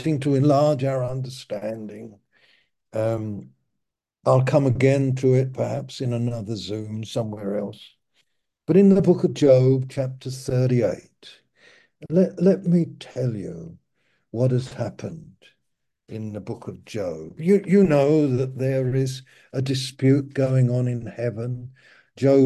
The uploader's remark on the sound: Malaysia Meets (Zoom)